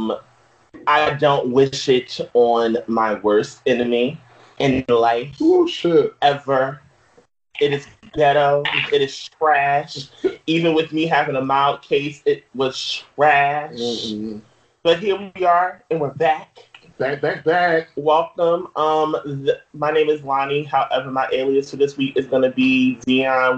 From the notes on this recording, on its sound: slight issue with audio